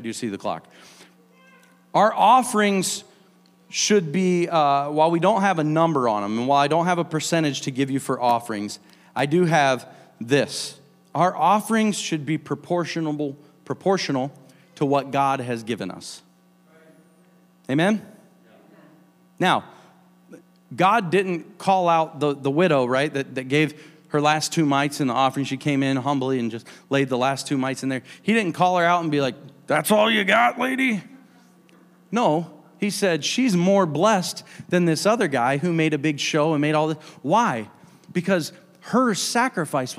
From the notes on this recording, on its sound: A service recording from Connect Point UPC.